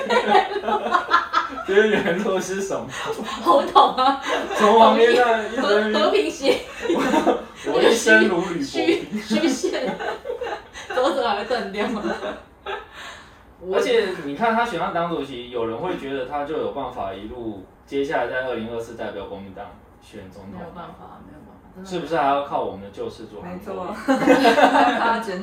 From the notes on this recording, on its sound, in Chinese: 水逆發威，錄音音檔讀不出來，只能用手機錄音來汙染大家耳朵。